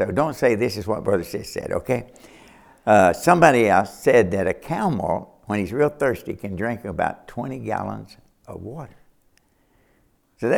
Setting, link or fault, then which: setting, large echoing room